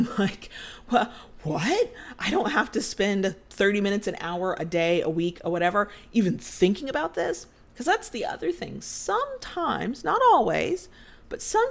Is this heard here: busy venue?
no